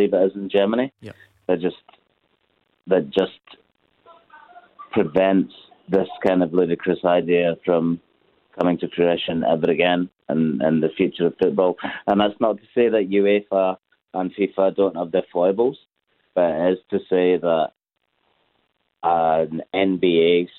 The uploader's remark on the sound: Clyde 1 Superscoreboard. Take your calls as we react live.